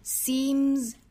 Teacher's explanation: Seem 这个词单来看，它尾部是一个鼻音。鼻音呢，它其实是属于浊辅音类的，所以清清浊浊后面加的这个 s 应该是读浊音的。